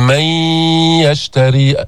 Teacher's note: ما قلت من يشتري، ما عم نلفظ نون، عم نقول من يشتري. ألا تسمع صوتا يخرج من الخيشوم؟ · Term: الغنة